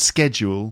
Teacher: more people in the world say schedule with a k sound, schedule, I continue to say schedule with a sh sound because it basically annoys people if I do it the American way.